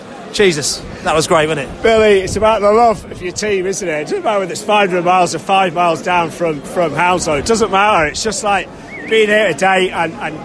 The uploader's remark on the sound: post-match podcast from the pub